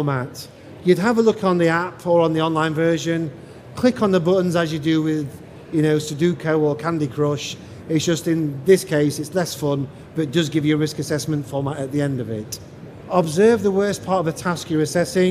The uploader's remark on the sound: Recorded in the Operational Excellence Theatre at Safety & Health Expo in May